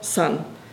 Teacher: Und san, stimmloses S und dentales N, ist eben Zorn